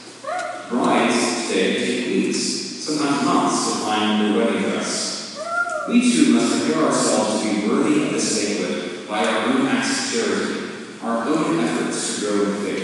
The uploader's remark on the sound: Not the best quality recording. I failed to turn my recorder on, so I ripped this from the video.